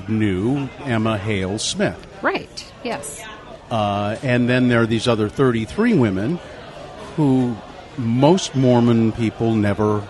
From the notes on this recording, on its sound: This episode was recorded at Taqueria 27.